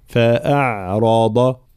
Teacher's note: عندنا الراء مفخمة وكذلك الضاد